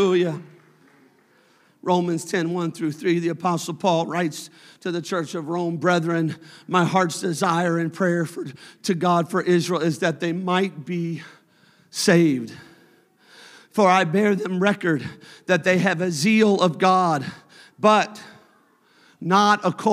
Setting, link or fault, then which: setting, large echoing room